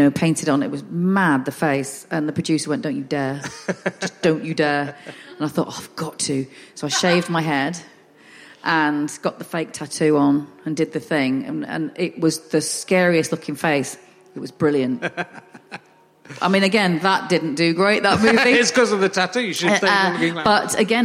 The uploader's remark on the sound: Henley Festival. This weird and posh town.